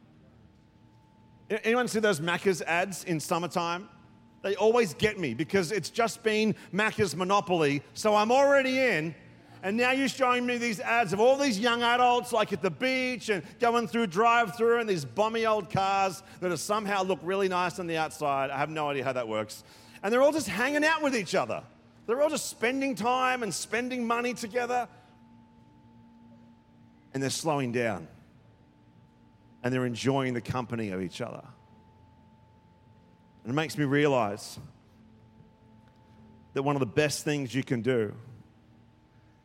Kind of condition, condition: setting, large echoing room